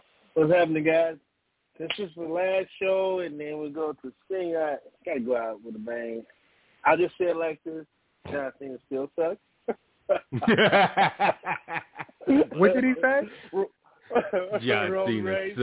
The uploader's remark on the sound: Live calls and much more conversation. Weekly caller, email and tweet driven show.